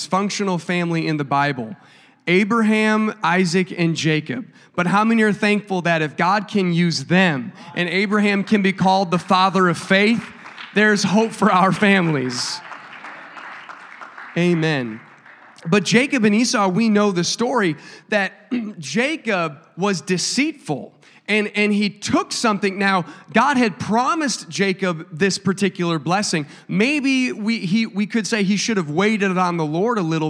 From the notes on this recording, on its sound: a service recording from Connect Point UPC